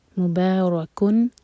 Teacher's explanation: مبارکن، با لائٹ، را ہیوی، مبارا، مبارکن، کن پر اظہار ہوگا، تو نون کے ساؤنڈ کو ہم کلیئر پڑھیں گے اور ہولڈ نہیں کریں گے اور نہ ہی قلقلہ ہوگا.